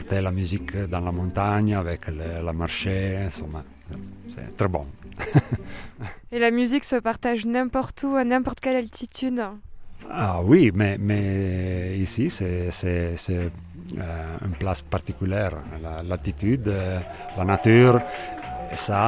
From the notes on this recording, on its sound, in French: Pour leur première soirée de concert, au refuge du Vallonbrun en Vanoise. Au son des alpages, du sifflement des marmottes et de l’eau de source qui ruissèle.